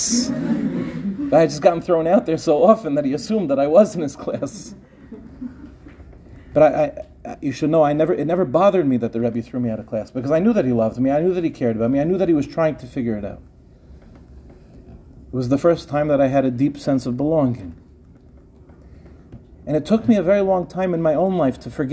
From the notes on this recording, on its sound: In this shiur, delivered on the NCSY staff training Shabbaton.